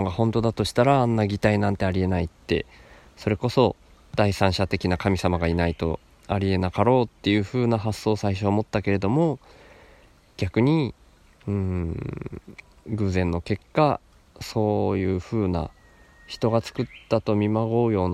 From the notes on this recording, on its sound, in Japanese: 何か、録音する予定っじゃなかったんだけど、川の脇で急に録りたくなって、そのまま腰かけて録音。